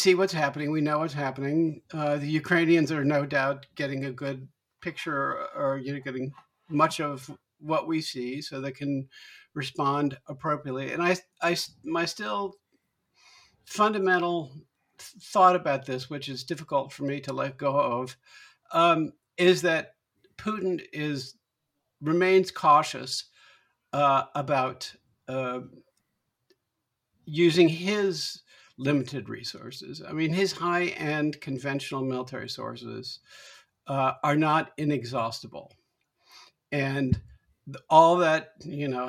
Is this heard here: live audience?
no